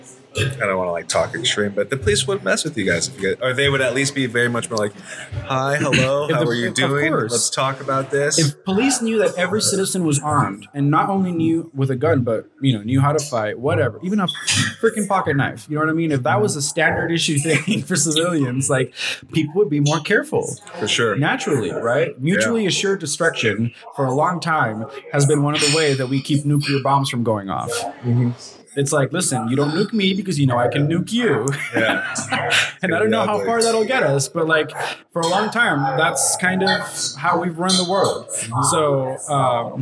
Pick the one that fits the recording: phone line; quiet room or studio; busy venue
busy venue